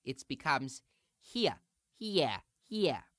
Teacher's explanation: as the R drops, you add an extra schwa sound, an a sound, after the vowel. So instead of here becoming he, it becomes here, here, here.